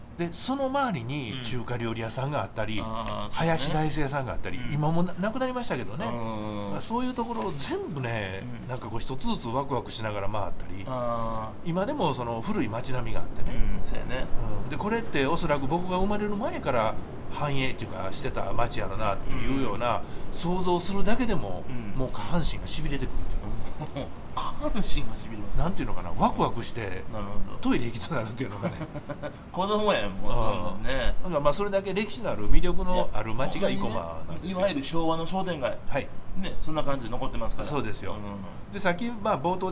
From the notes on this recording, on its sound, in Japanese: 奈良テレビ[はじめまして…です]のロケ撮影直前に生駒駅前で収録した。